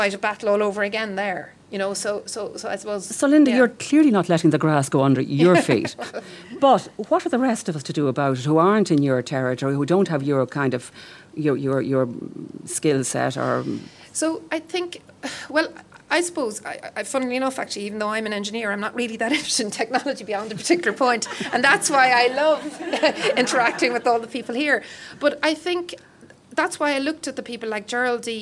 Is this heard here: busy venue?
yes